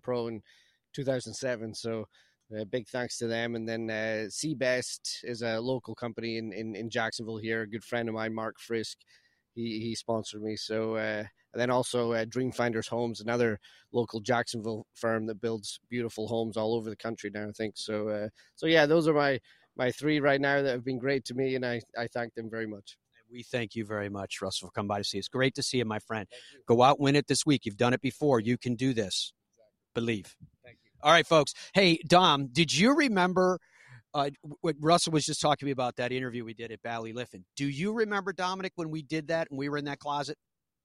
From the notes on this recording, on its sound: broadcasts live from TPC River Highlands and the Travelers Championship